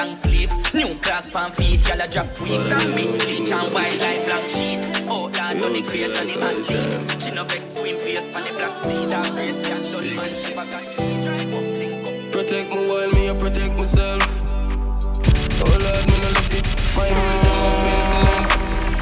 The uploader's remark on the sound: LIVE AUDIO! LIVE AT ISLAND SATURDAYS ON 10.26.19.